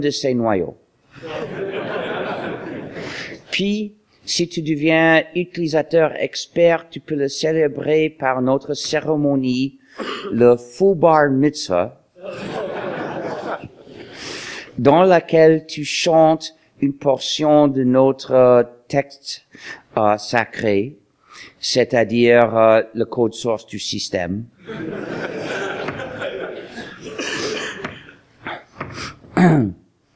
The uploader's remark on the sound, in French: Le 16 mars dernier à l’Université Laval, une foule importante a eu l’occasion d’assister à la conférence. Cet événement, organisé par l’ITIS, a fait l’objet d’une captation audio.